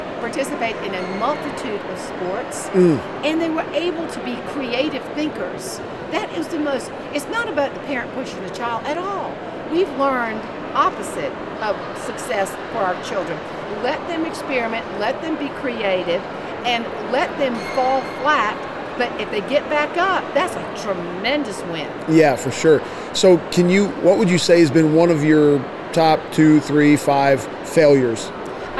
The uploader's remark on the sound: LIVE From CPE 2022!